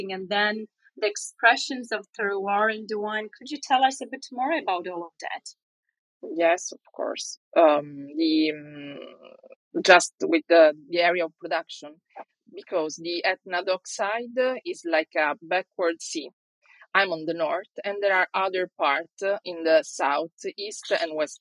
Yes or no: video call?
yes